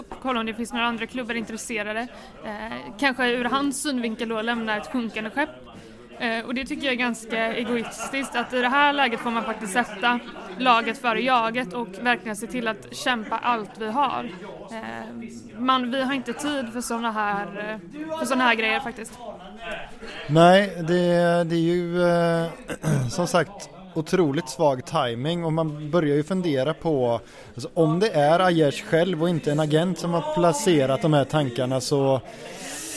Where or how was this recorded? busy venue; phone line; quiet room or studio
busy venue